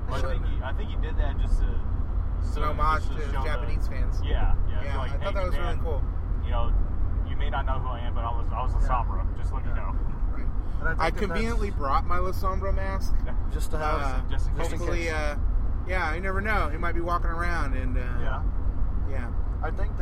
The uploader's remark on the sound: Torn Quadcast Road Trip. We recorded it on our way to San Antonio for Evolve 77 and NXT Takeover: San Antonio, so mind the background noise.